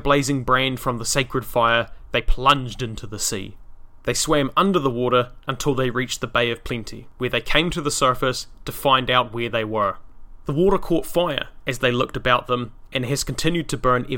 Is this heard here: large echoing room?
no